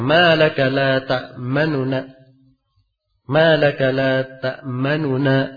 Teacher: Nu yang kedua itu sedikit saja harakatnya, cepat bacaannya. · Term: raum